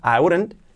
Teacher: Y ahora, si hacemos la unión de palabras, I wouldn't, la I, la hacemos una A prácticamente